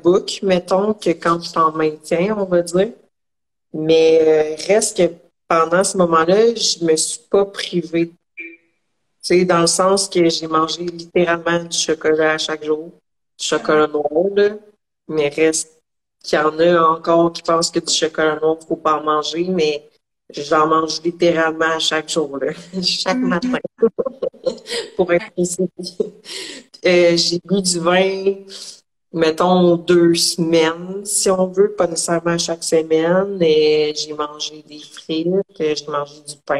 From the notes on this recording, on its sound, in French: je repartage sur le podcast le live Instagram